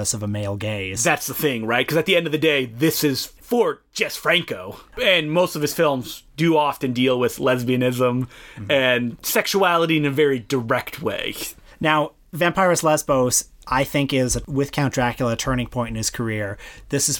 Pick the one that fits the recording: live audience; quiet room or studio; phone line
quiet room or studio